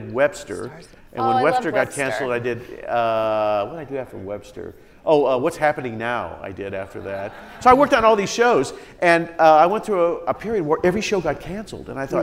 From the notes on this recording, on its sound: on stage at Seattle's Crosscut Ideas Festival